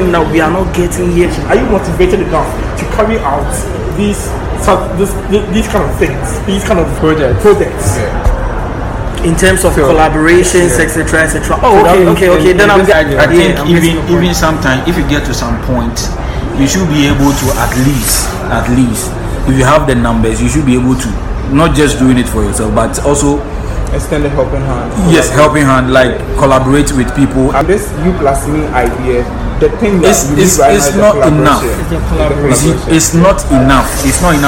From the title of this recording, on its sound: OUTDOOR RECORDING